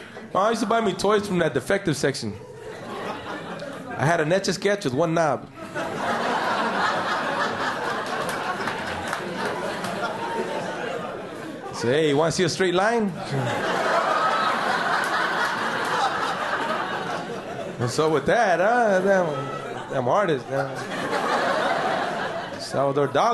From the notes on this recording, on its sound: Format: Original Recording. Publisher: Uproar Entertainment. Performed in front of a rowdy and appreciative audience.